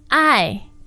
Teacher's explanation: Now, there are four tones in Chinese. You may have picked up on the fact that that is the fourth tone